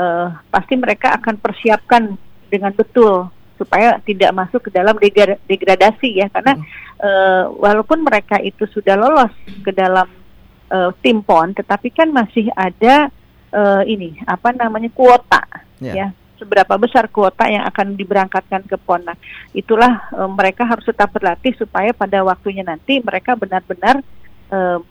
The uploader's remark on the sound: (by Phone)